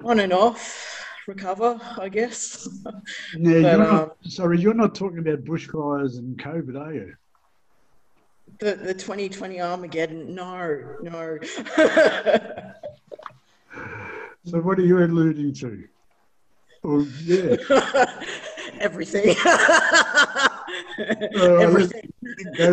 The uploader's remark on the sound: Today we are having a couple of back-to-back chats, via Zoom.